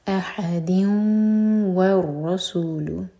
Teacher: دال کی تنوین کے بعد واو تو ادغام غنہ کے ساتھ تو میک شیور کہ دو سیکنڈس کا ٹائم دیں اور آواز ناک میں لے جائیں